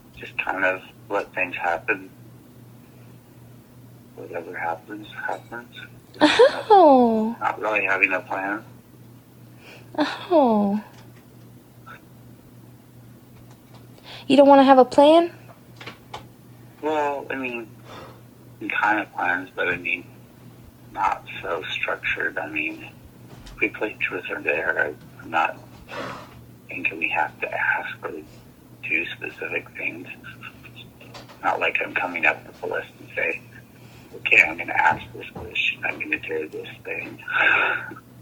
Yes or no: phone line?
yes